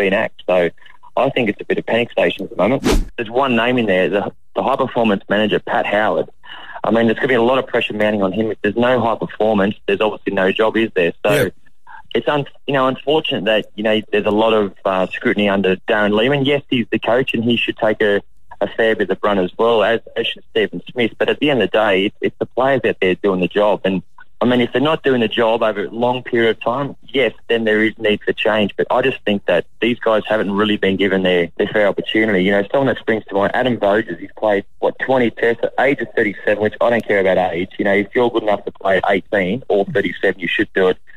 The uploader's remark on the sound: on the phone